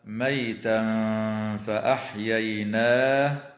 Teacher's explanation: ويخفى التنوين عند الفاء مع الغنة مرققة في قوله تعالى: ميتا فأحييناه. · Term: الإخفاء